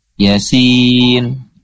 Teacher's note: berarti ya-nya dua ketukan. Tidak boleh pendek ataupun dikurangi satu setengah misalnya. Yasin. Ataupun diperpanjang, nggak boleh.